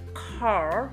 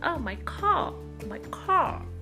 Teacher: American, they do pronounce R very clearly. They never drop it. But when it comes to British accent, they normally drop it. The only time they pronounce R when the word starts with the R, of course they have to, and when it is followed by the vowel sound, right?